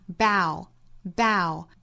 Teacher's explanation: 鞠躬这一层含义不管是动词还是名词都是读成 ow 双元音 bowbow，但是如果是弓箭这一层含义，它的发音就是 bow bow 这个音了，所以同样的一个单词不同的意思发音是不一样的，一个是 bow 一个是 bow，这里面的 bow 后面有 ing 了，我们要注意有一个 ing 的发音，in 里面打首的 i 这个音呢，跟 ow 结尾的 a 这个元音，两个元音在同一个单词里相遇了，带出一个小小的 w 的音，bowing，bowing